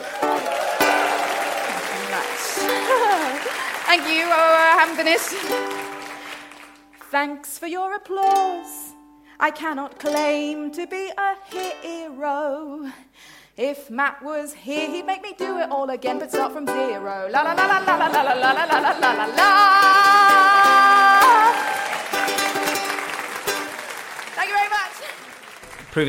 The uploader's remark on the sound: the best bits of their recent live shows, performed at London’s Bloomsbury Theatre